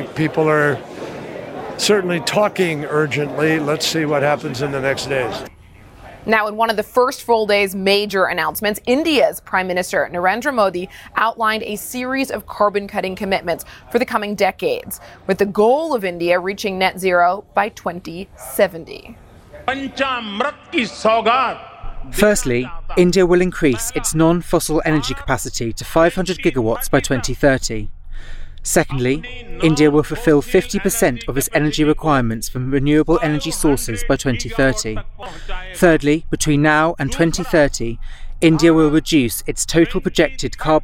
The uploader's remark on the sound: We are also live at the Web Summit in Lisbon.